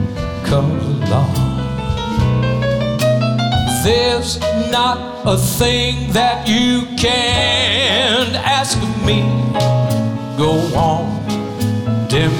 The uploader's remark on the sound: Live at the SouthPoint Casino